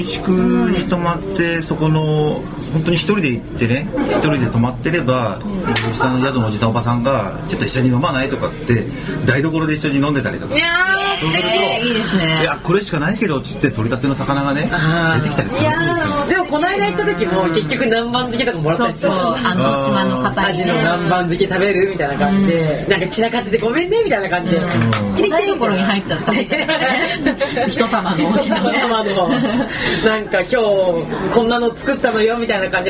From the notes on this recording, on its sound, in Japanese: 今回の収録は野外だった為、聞きづらいところが多々あ。